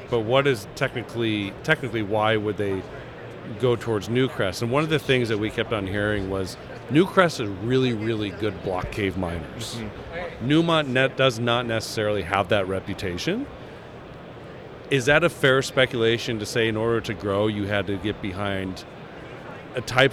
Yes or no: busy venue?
yes